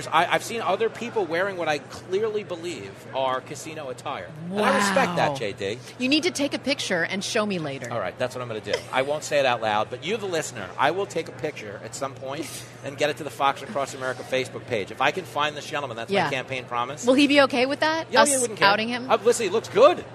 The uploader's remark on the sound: Plenty of radio madness live from the Hard Rock in Hollywood. Mingling around the Hard Rock. Broadcasting live from the Patriot Awards in Hollywood, FL.